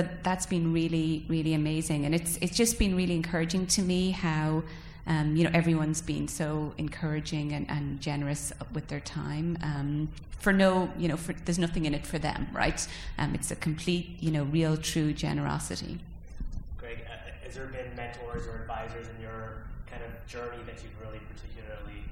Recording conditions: live audience